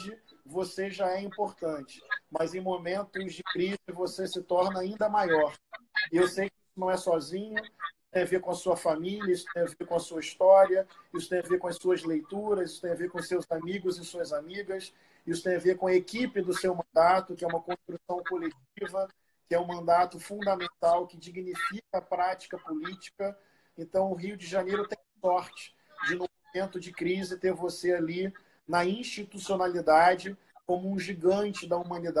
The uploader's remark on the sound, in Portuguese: LIVE no Instagram